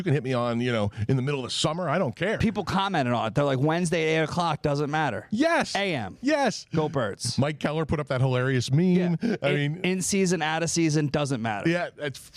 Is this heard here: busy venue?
yes